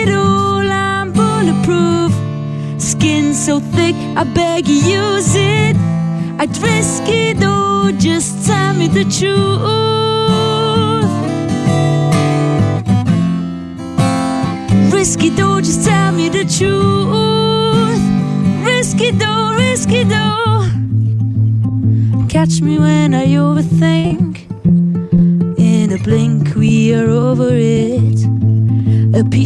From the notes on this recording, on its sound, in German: Hörorte, Kloster Wettingen. Sendete in dieser Woche live vom Ufer der Limmat.